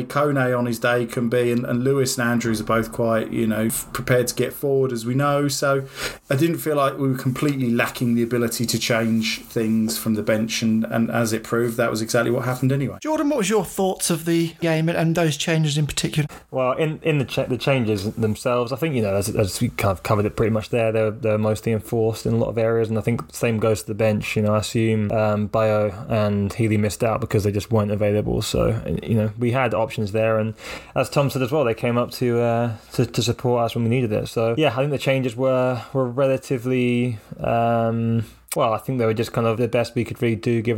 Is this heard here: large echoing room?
no